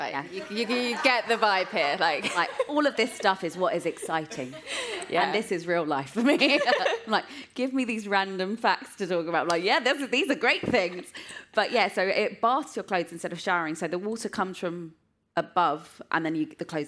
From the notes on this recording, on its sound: Live from the Voicebox stage at the Cheltenham Literature Festival. Todays episode is another live one!